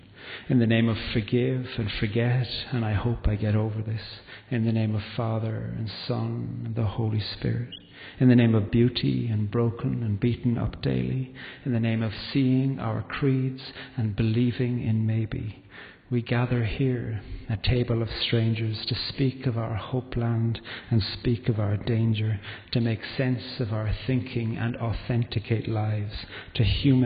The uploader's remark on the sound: This podcast was recorded at the Evening Service Eucharist of the Moot Community at the Guild Church of St Mary Aldermary on Sunday 9th August 2011.